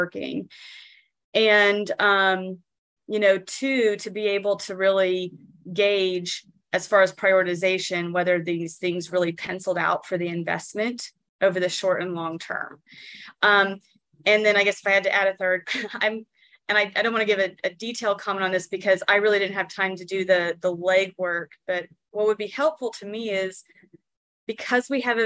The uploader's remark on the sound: Transportation Commission - ZOOM